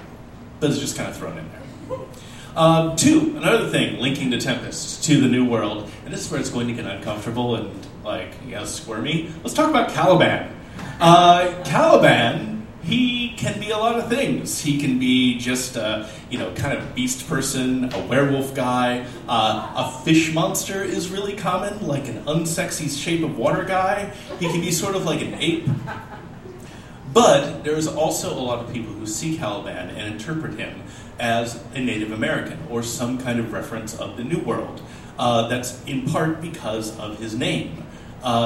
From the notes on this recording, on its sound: This episode was recorded live at The Steep and Thorny Way to Heaven , a Portland art space.